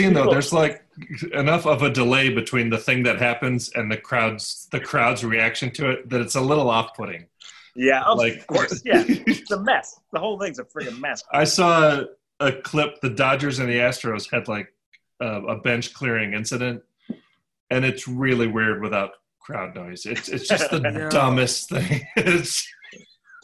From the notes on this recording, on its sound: connect via ZOOM for the first time